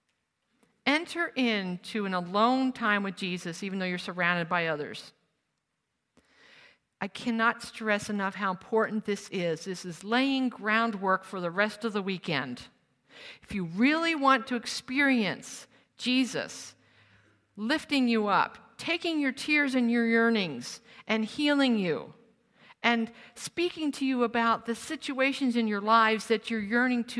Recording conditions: live audience